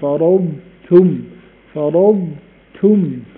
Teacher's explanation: كتير من الناس بتضغم مثلا ايه، فرضتم، فرضتم، فقول فرضتم، فرضتم، طبعا الضاد والتاء مالهمش دعوة ببعض خالص، ما ينفعش ادغم الضاد في التاء